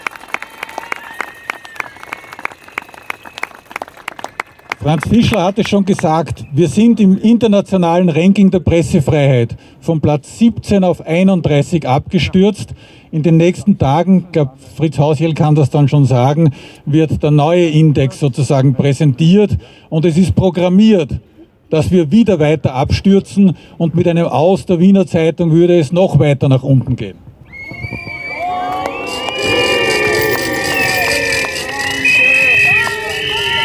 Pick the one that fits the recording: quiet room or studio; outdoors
outdoors